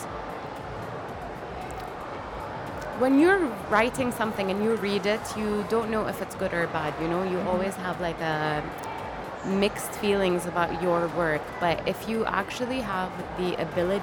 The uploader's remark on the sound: Live interview from SIBF 2022